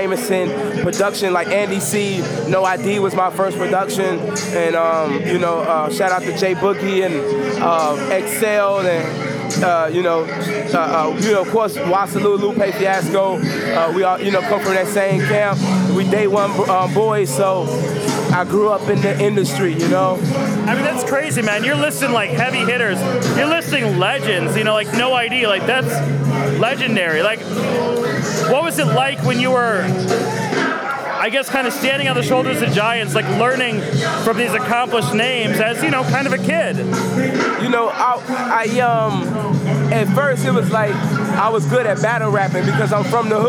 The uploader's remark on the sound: Recorded at SXSW 2016